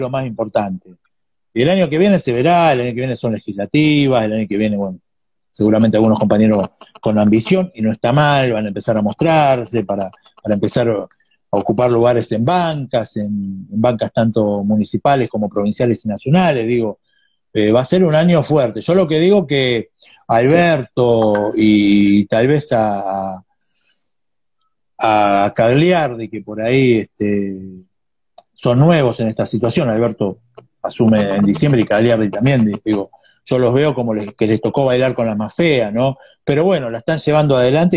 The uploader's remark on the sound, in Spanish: entrevista a fondo a través de Instagram live